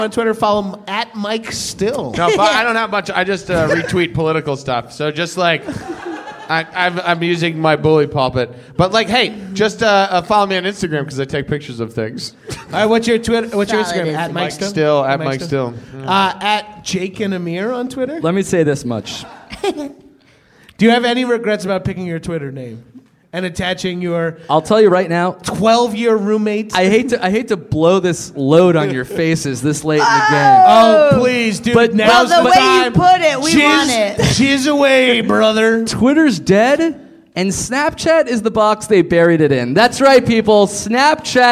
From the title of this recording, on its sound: Power Hour LIVE at UCB Sunset